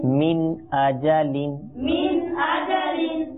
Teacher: মিম নুন জের মিন, মিম নুন জের মিন, হামজা জবর আ, হামজা জবর আ, জিম জবর জা, জিম জবর জা, আজা আজা, লাম দুই জের লিন, লাম দুই জের লিন, মিন আজা লিন, মিন আজা লিন। এখানে নুন সাকিনের পর হামজা আসার কারণে, ইজহারের হরফ আসার কারণে ইজহার করে আমাদের পাঠ করতে হবে